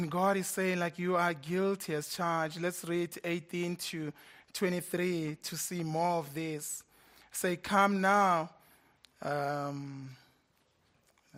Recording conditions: large echoing room